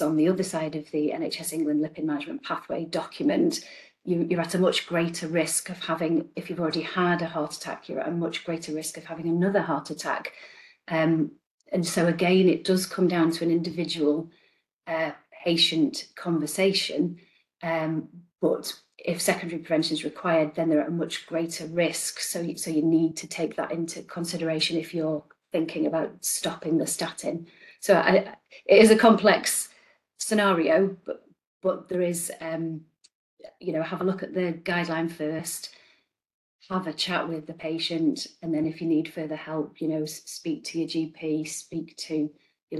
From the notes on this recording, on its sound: This is an audio recording of an 'on the couch' webinar delivered on 12 December 2023